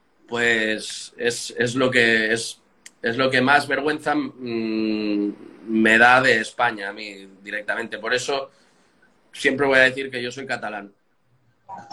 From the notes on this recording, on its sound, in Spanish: Audio extraído de IG LIVE